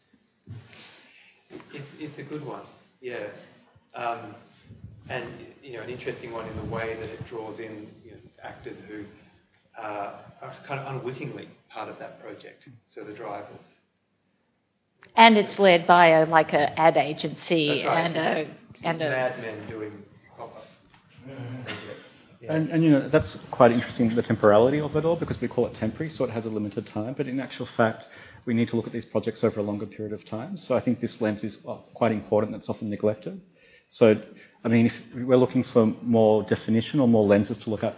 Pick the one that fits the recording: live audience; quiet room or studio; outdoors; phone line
live audience